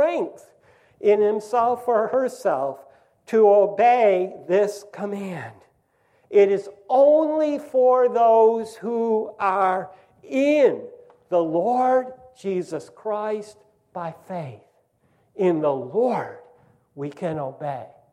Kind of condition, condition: setting, large echoing room